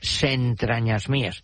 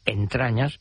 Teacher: que le añade una S en la pronunciación como sonido inicial · Shown in: first take · se entrañas mías, yo te lo digo.